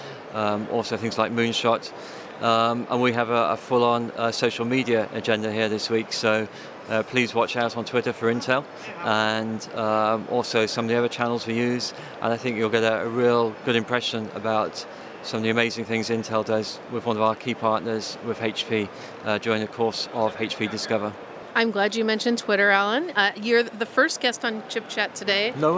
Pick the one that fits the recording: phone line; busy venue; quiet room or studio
busy venue